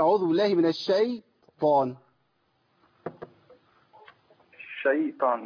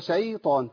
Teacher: الملحوظة بس كانت على الياء اللي كانت محتاجة ترقق في كلمة الشيطان · Term: الياء مرققه